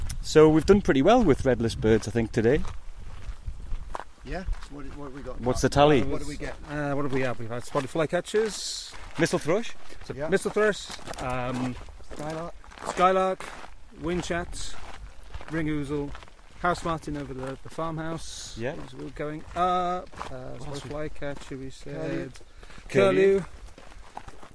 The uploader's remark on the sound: Shows us around his local patch. We head into the hills.